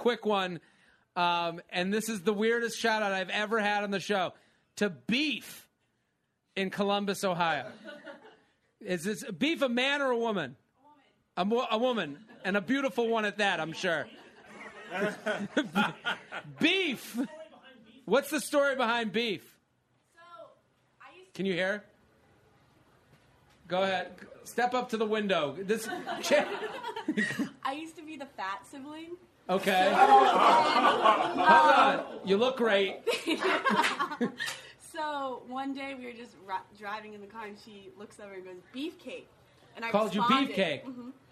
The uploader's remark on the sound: Special bonus episode record LIVE from Chatter in Washington D.C.